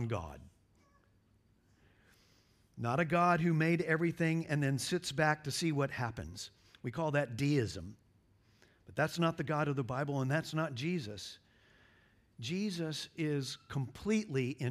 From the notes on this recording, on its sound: at Covenant Hope Church in Dubai, UAE on December 24, 2023